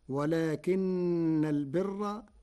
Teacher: قرأ ورش كلمتي ولكن البر بتخفيف النون ورفع راء البر مع ترقيقها. ووجه تخفيف ولكن للاستدراك، ورفع البر للابتداء فتصير ولكن البر.